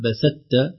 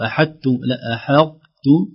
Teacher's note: الطاء أقوى من التاء فما تدخل بقوتها وضخامتها في التاء يعني يدخل جزء منها مثلا زي لئن بسطت إلي ما نقول بسط بسطت أو أحدت لا أحدت نجد الشد أولها طاء وآخرها تاء من هذه الأشياء. · Term: إضغام ناقص